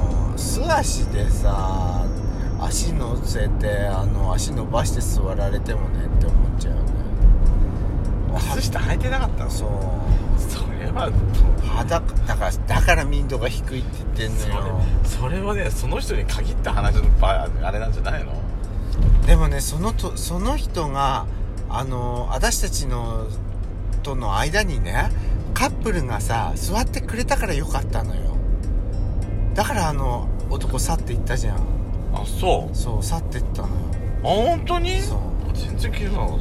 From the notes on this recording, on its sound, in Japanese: ドライブ収録 #ロードノイズごめんね